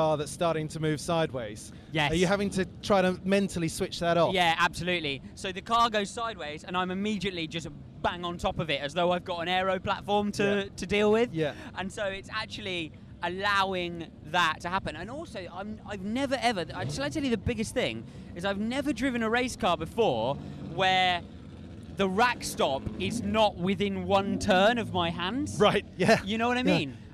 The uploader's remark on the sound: live at the Goodwood Revival